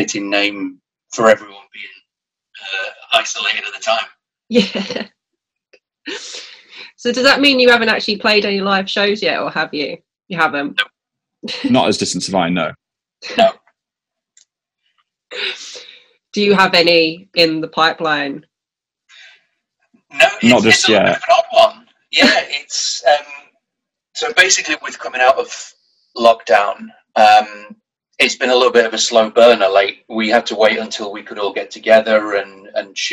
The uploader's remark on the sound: I sit down over Zoom. The cats joined us… Zoom calls huh.